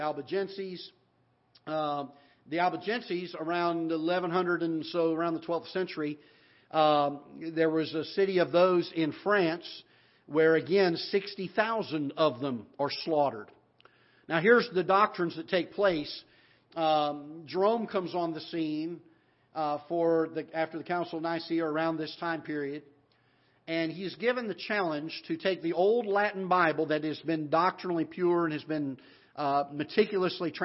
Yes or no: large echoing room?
yes